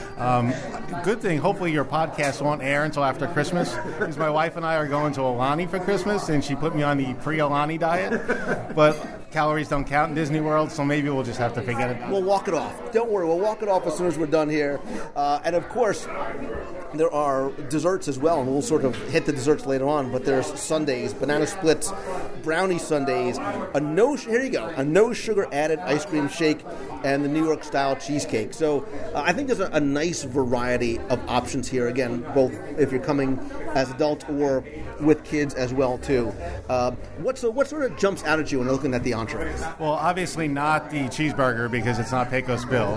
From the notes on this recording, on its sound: We're going to do a live restaurant review of the Plaza Restaurant in the Magic Kingdom. Review the food live with a recent WDW Radio contest winner.